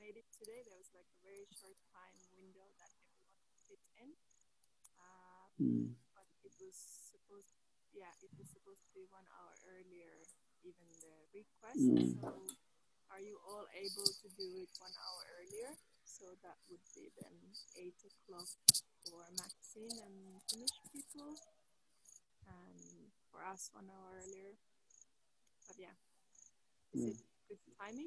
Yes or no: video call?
yes